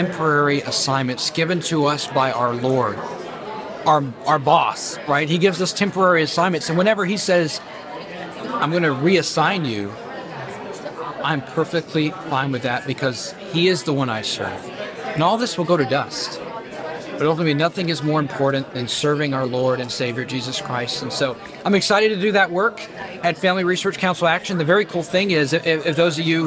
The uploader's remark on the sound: Team is checking in from Family Research Council’s Pray, Vote, Stand conference in our nation’s capital.